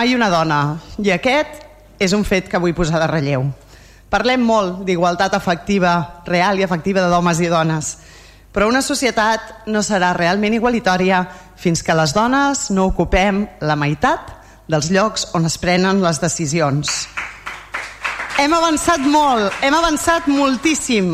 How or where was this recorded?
large echoing room